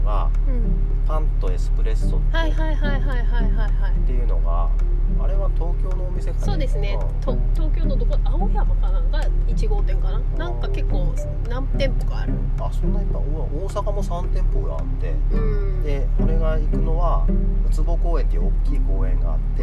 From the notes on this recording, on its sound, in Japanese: 初野外！俺たちの有明海後編。30度超え太陽の下の暑さに耐えられず、近くに停めていた車に移動して後編。